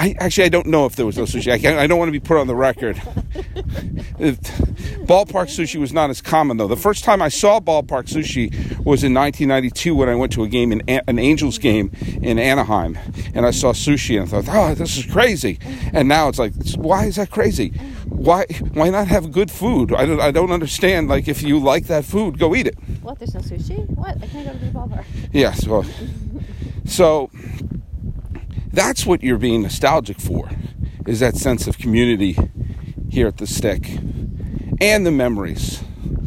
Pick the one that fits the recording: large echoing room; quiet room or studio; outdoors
outdoors